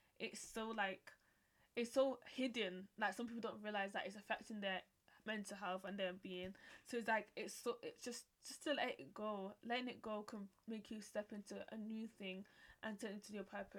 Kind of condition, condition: fault, uneven or low level